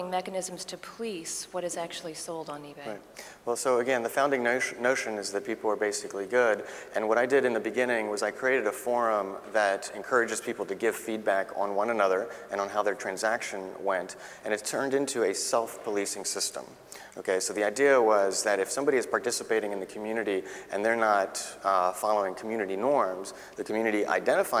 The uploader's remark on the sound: In this podcast, recorded at the 2000 International Achievement Summit in London, England. In his discussion with the Academy's student delegates.